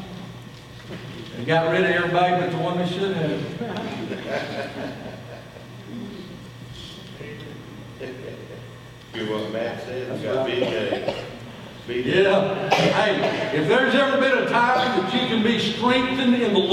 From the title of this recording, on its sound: Sunday Morning Worship